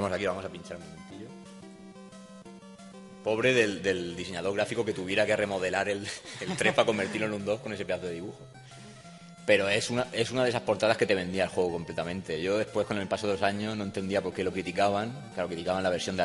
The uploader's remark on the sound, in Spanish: Directo RetroAlicante. Hemos estado grabando en directo en Retroconsolas en la universidad de Alicante.